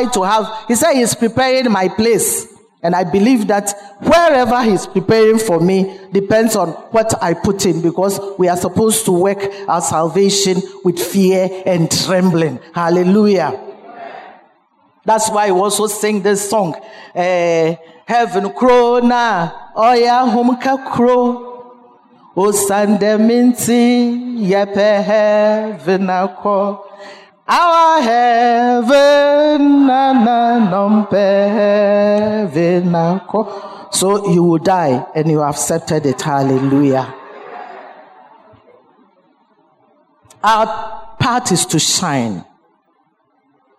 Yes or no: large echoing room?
yes